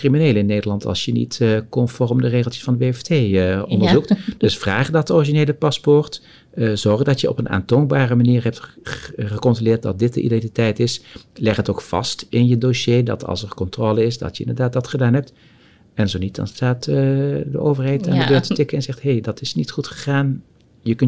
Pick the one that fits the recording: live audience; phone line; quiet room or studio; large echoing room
quiet room or studio